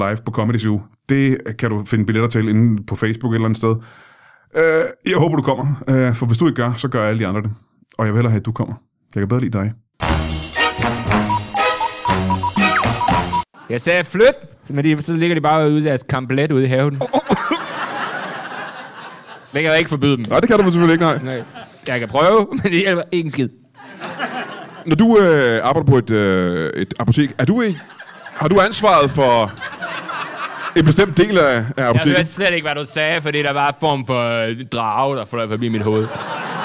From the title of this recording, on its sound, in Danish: LIVE fra Hvedstrup